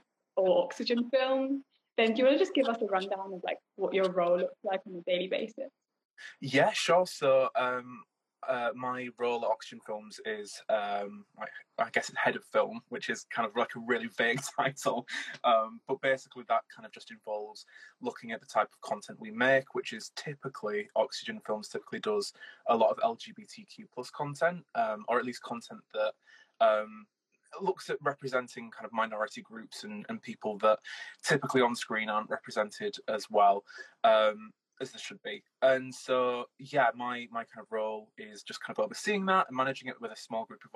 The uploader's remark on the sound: live Instagram interview